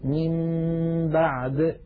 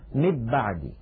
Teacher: ومر معنا في أحكام الميم الساكنة أن الميم الساكنة إن أتى بعدها باء فحكمها الإخفاء، وذلك بأن نطبق الشفتين على الميم وعلى الباء إطباقة واحدة من غير أن تتحول الميم إلى باء · Shown in: first take · يعني لا نقول مب بعدي، لو قلنا مب بعدي لكان إضغاما، ولو قلنا من بعدي لكان إظهارا.